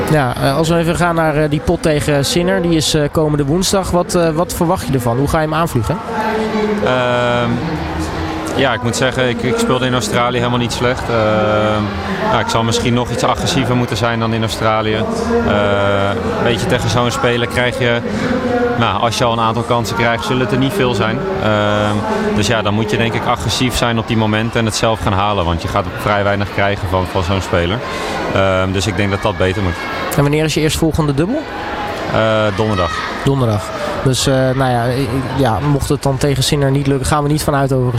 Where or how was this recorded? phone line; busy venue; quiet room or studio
busy venue